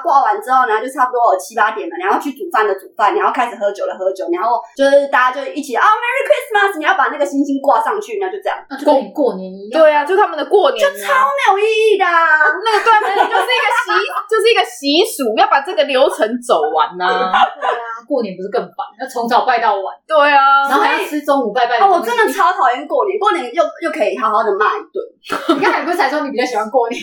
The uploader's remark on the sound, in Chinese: 本集音質不好。